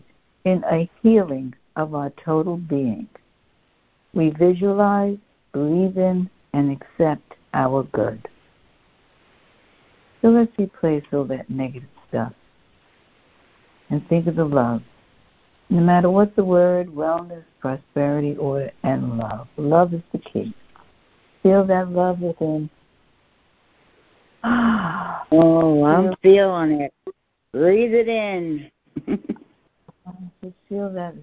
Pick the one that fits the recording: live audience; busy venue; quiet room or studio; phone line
phone line